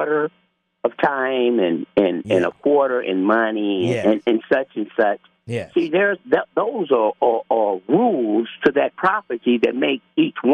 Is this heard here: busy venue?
no